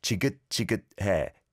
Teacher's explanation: the 시옷 받침, the bottom consonant, has to be kind of a sound in the back of your throat